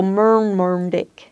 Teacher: an R, N sound together, but point your tongue backwards, and that's the sound